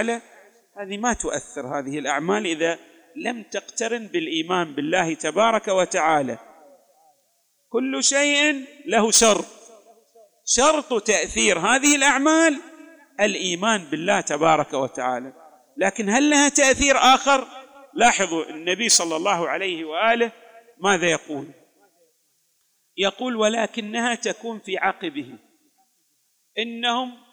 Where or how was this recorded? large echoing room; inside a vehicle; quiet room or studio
large echoing room